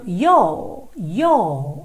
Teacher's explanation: aqueles R's que vêm no final da palavra, que vêm depois de uma vogal e não são enrolados, não vai ter aquele som da porta com a perna esquerda, e sim um certo prolongamento da vogal. · Term: característica mais britânica